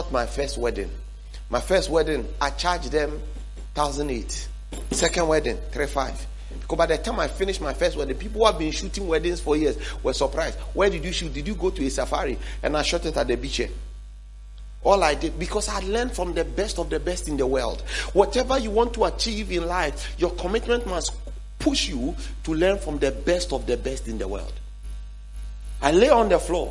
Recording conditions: large echoing room